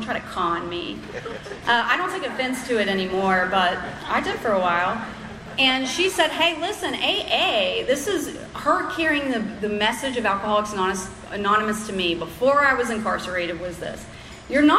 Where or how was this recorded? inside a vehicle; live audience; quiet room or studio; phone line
live audience